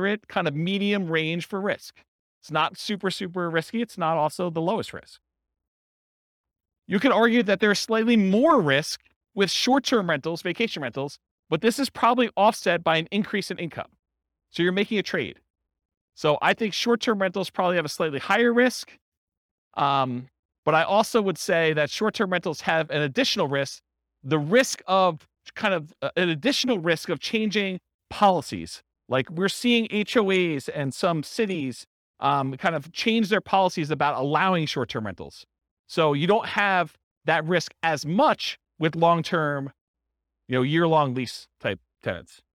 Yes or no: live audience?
yes